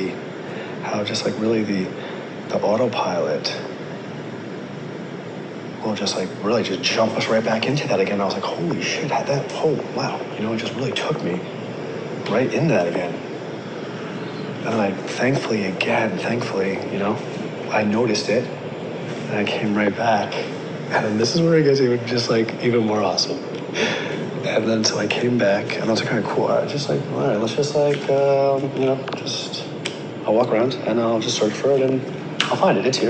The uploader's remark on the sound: This episode is a live audio recording I took of myself the other day when I found myself in an ordinary, every day sort of frustrating situation. Sorry if the audio isn't great, but I wanted to use this recording as it was real while I was in the moment.